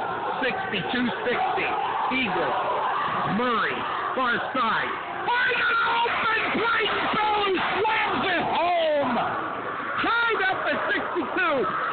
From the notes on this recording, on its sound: Rowlett Eagles vs Richardson Eagles Live From Richardson Texas - Texas State basketball Play-by-Play!